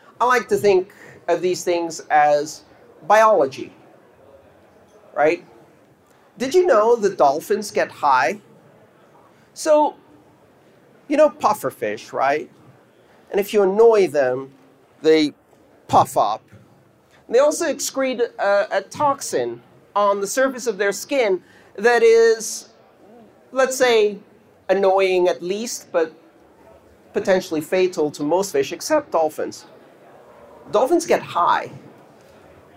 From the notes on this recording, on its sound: This talk took place on February 16th 2019 at the EthDenver conference in Denver, Colorado.